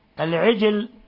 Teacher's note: رققت الجيم ولم تقلقلها